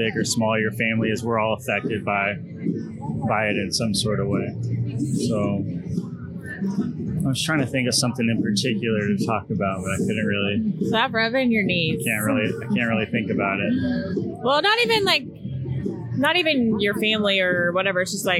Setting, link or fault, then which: setting, busy venue